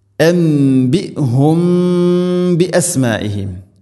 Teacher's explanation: സാക്കിന മീമിന് ശേഷം ബാ ഇഖ്ഫ ഷഫവി ഇവിടെ മണിച്ചുകൊണ്ട് ഉച്ചരിക്കണം. ബിഅസ്മാഇഹിം മദ് മുത്തസിൽ, നാലോ അഞ്ചോ ഹർക്കത്ത് വരെ നിർബന്ധമായിട്ട് ഇവിടെ നീട്ടണം.